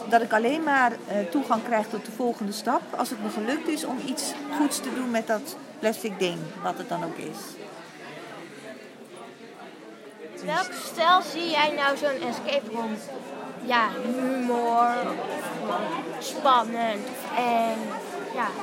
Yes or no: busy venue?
yes